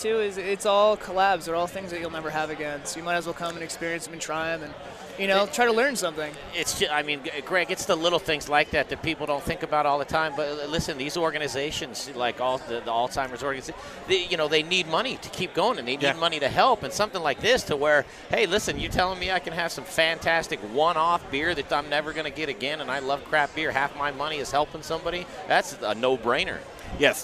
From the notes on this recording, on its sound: The Modern Eater Show Live from Tap 14 downtown!